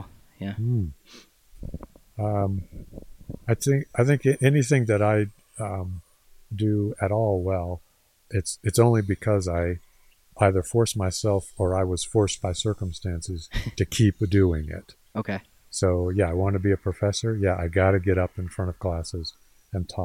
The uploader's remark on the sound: We filmed this live in the field at the LaPrele Mammoth Site, WY, so forgive me for the sound. Lots of cars and wind.